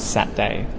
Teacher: Saturday gets changed into just Sat-day or Sat-d. So we turn that into two syllables instead of three syllables.